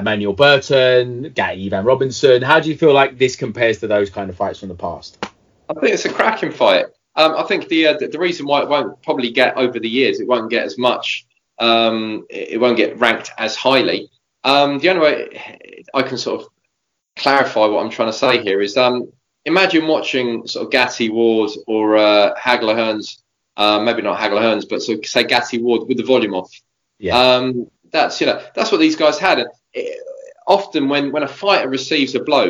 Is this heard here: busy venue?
no